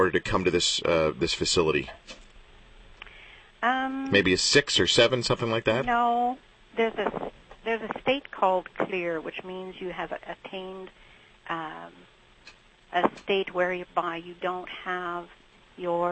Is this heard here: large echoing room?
no